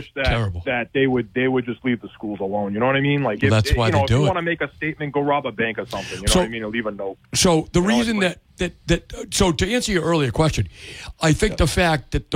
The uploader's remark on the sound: Take calls from the audience.